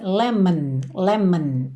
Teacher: O o de lemon também não aparece. Você pensa lemon, lemon.